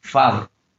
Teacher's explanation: Then, for example, we have the word father. Then it has two syllables, and the prominence or the emphasis is on the first one, father. So that's the stress.